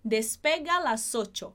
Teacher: A gente acaba juntando, quando a gente fala mais rápido, a gente junta esse A do final de despega com o A que está sozinho aí na frase. Então, fica despega las ocho.